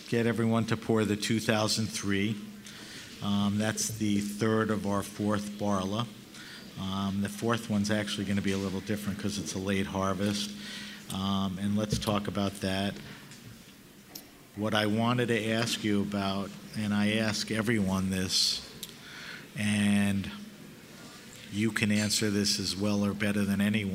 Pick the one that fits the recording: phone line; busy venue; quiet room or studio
busy venue